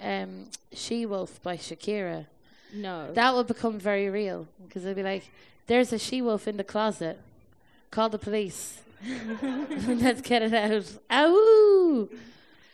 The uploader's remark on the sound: Recorded in front of a live audience of Garglers, and possibly confused newcomers, at the Edinburgh Fringe Festival.